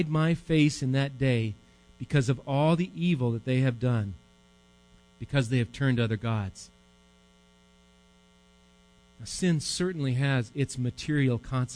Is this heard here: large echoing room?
yes